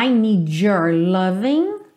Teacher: quando a gente tem uma palavra que termina em D e a próxima palavra é your, é muito comum que essa junção soe your, your, como se fosse um DJ aí, ok? Então, I need your loving, loving.